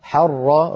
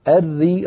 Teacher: راء مشددة مفتوحة، الري راء مشددة مكسورة، فالأولى مفخمة والثانية مرققة